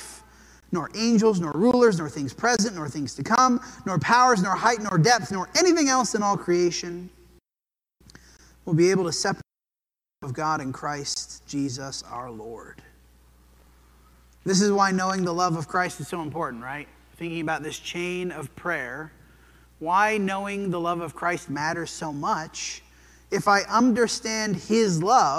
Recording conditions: large echoing room